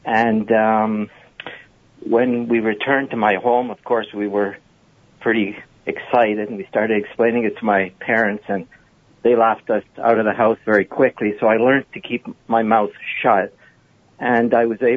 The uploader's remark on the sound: It's an hour of open phones